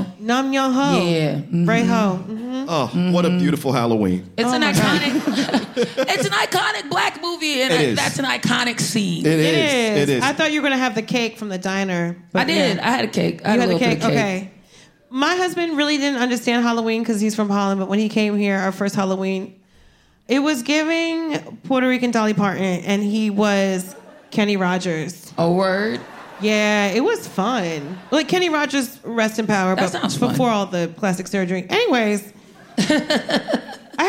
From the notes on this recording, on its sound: Live at the Bell House BK (Where else?!). This episode was recorded before the SAG-AFTRA strike.